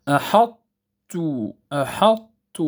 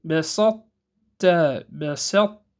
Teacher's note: لأن الطاء حرف قوي فلا يدخل بكله في الضعيف، فكانت العرب تدغم الطاء الساكنة في التاء مع إبقاء صفة الإطباق، واضح منها صفة الإطباق، ويكون ذلك بأن يطبق المتكلم لسانه على طاء غير مقلقلة ثم يجافيه عن تاء متحرك · Term: إدغاما ناقصا